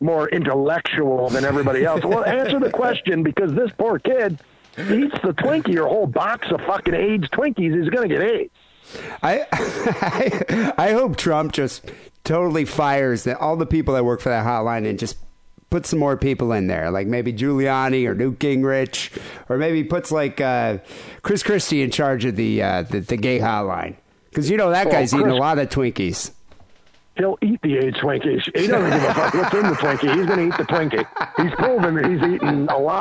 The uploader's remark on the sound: Phone calls.